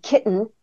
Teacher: where you have the syllabic N after the glottal stop